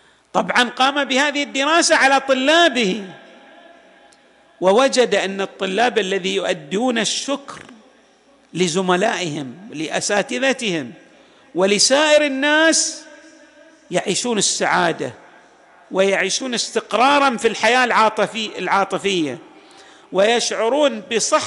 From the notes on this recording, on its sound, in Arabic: تسجيلات جامع الإمام علي عليه السلام الآحساء - المبرز